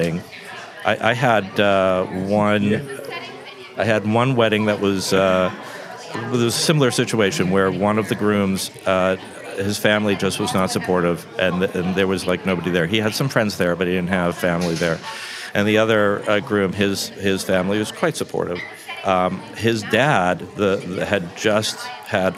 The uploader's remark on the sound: we spoke at the 2019 Depth of Field Wedding and Portrait Conference